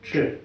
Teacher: украинцы, белорусы, да, че произносят твердо